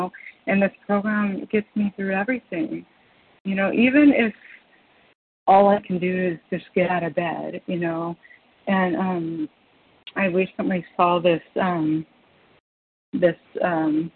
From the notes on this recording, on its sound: Qualification from the 100 Pounders Phone Meeting.